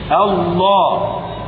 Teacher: حذفت الهمزة المتوسطة فأصبحت اللام تقابل اللام، ال لا. أضغمت الأولى في الثانية، الله. انظر أربع مراحل فعلتها أنا، أصلها إله، أدخلت أل أصبحت الإله، حذفت الهمزة المتوسطة فأصبحت أل لا، أضغمت الأولى في الثانية فأصبحت لام شمسية مدغمة لوقوع اللام بعدها، لوقوع اللام بعدها.